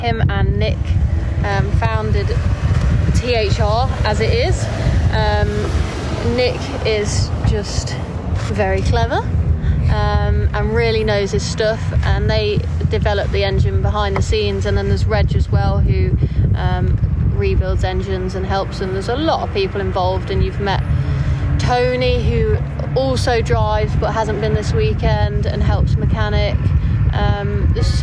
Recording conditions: busy venue